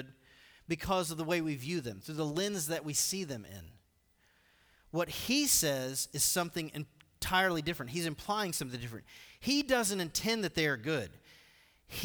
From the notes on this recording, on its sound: Recorded live at The Fellowship at Two Rivers on September 29, 2019.